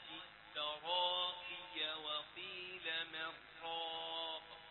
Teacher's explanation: هو قرأ بالقصر ويعني بالإدغام بغير غنة في من راق